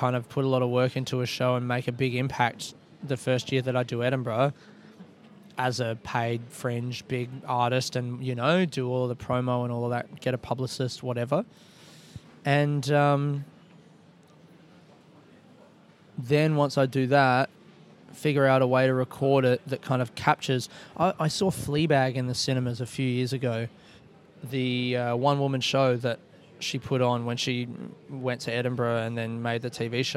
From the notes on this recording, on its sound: I recorded this episode of the podcast in Glasgow Airport while waiting for my flight to Paris.